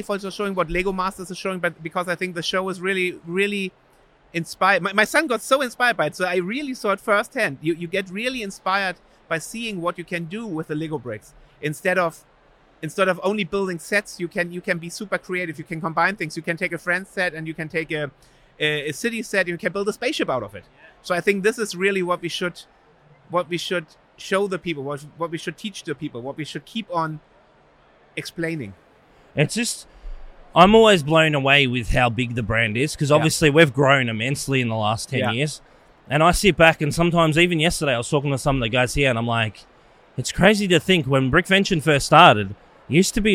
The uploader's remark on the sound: filming live on location at Brickvention 2023